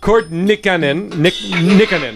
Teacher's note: Yeah, Kurt Nickinen. Yeah, in Finland they always pronounce the first syllables, stress the first syllable in every name